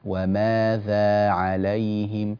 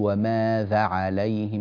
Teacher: ماذا بعد الذال يوجد ألف مثل ما قبلها تماما · Shown in: first take